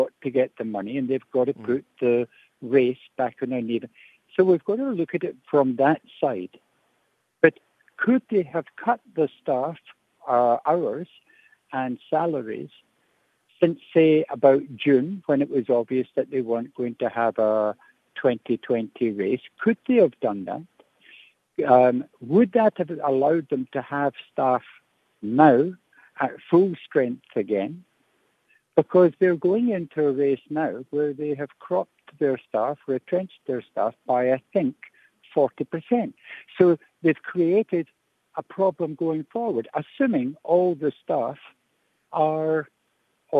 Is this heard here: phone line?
yes